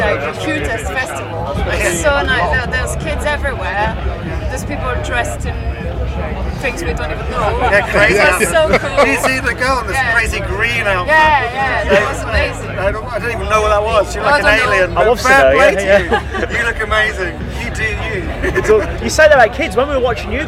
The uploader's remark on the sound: Live from 2000 Trees 2023.